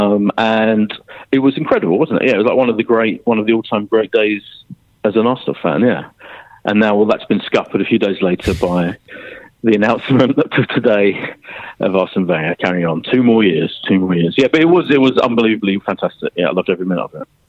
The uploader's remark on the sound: on the phone